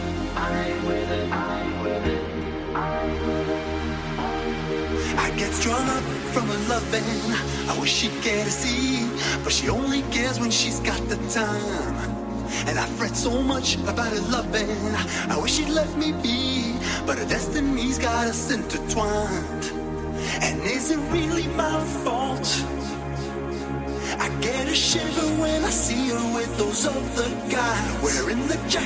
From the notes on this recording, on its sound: Biggest night in Cocoa Beach! Live At Wilson Club.